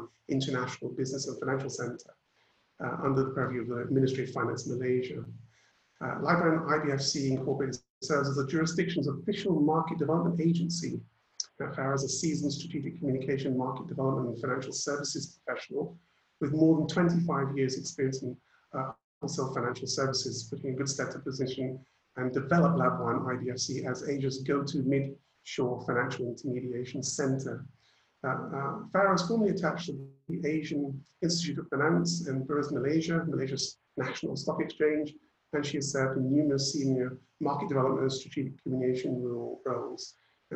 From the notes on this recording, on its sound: Virtual Round Table. Webinar audio recording dated 18 Aug 2020.